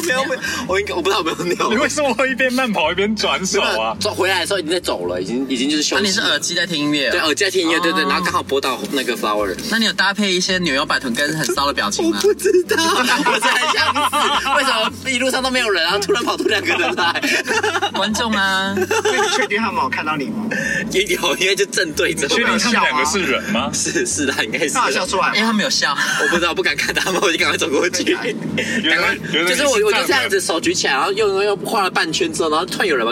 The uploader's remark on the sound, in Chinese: 開車錄音